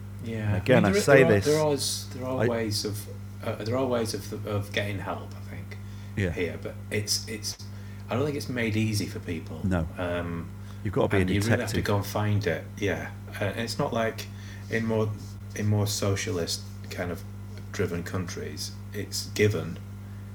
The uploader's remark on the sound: I'll level with you, the audio in this could be better. It's a bit hiss n hum and there are some mystery digital space noises to contend.